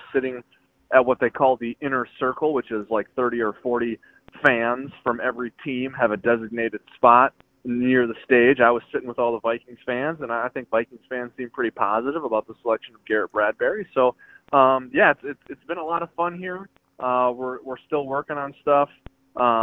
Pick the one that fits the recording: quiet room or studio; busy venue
busy venue